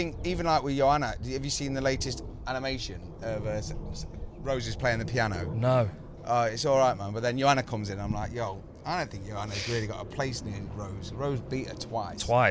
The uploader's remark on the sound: FRR enjoys its first recording outside with the birds.